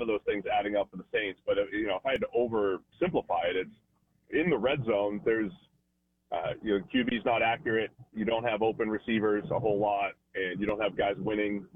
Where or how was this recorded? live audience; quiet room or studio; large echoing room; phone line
phone line